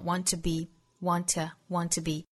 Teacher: 这个 want 尾部的 t 的发音后面遇到相同的辅音，我们只发一遍哈